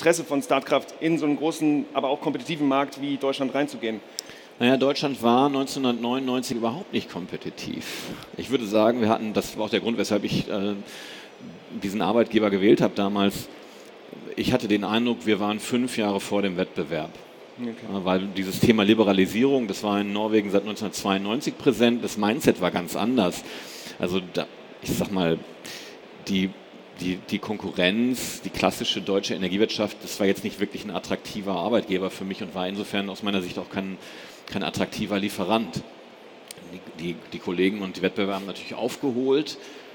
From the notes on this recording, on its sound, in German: in dieser Live-Folge des enPower-Podcasts